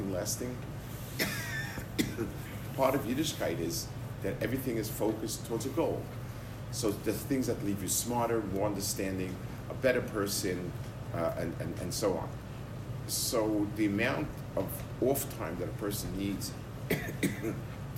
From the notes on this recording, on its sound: Delivered 2/12/22 at Katz Yeshiva High School of South Florida